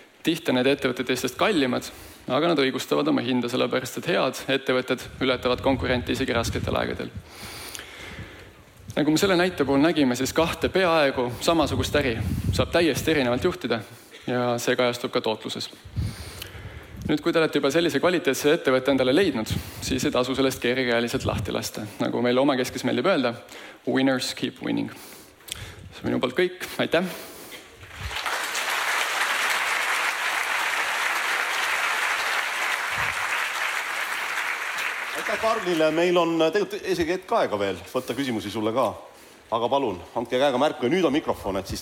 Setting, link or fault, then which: setting, live audience